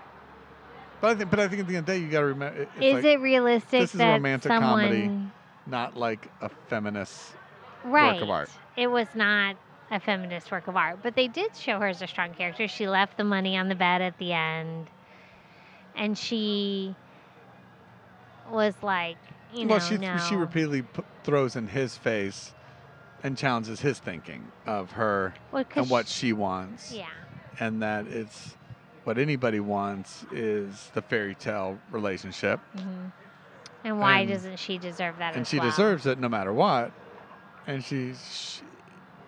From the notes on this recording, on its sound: This episode was recorded in Tampa, Florida at The Independent Bar and Cafe located in the Seminole Heights neighborhood.